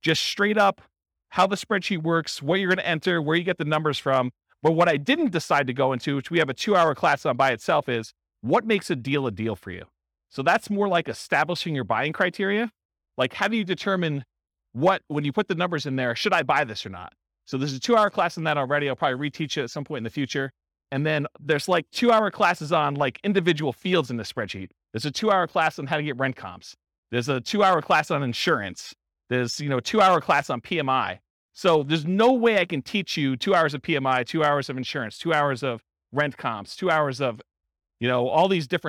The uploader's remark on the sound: This was a live class recorded